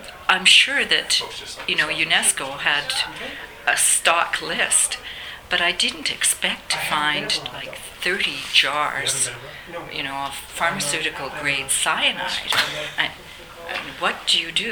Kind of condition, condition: setting, busy venue